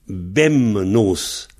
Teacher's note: Alors, c'est venu évidemment de nos, parce que comme nos commence par un N, le N est une consonne nasale, le B de bebnos a été nasalisé. Et un B qui se nasalise, ça donne un M.